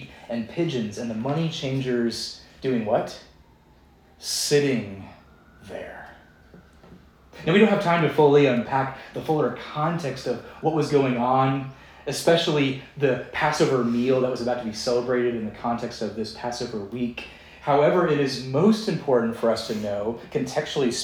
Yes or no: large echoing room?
yes